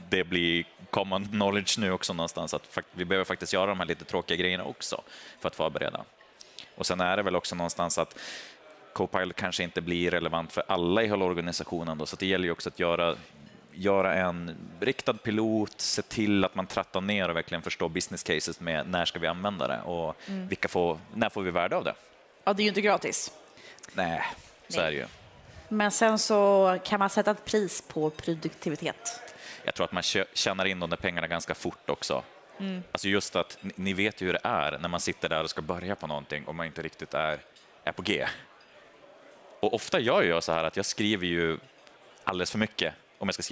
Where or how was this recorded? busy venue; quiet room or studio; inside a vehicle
busy venue